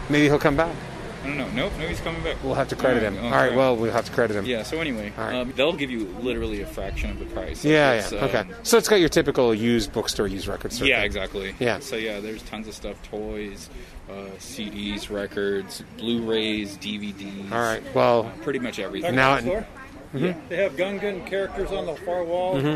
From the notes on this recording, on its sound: We hit up a couple San Diego comic shops, drank a few beers and recorded all along. The episode was recorded in the field, so there are background conversations, wind noise and other elements not usually present.